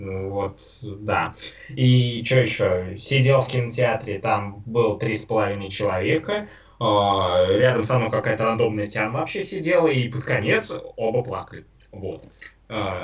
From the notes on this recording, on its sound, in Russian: записанный в не очень высоком качестве